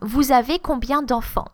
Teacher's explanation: Just normal falling intonation, because we already have the presence of a question word.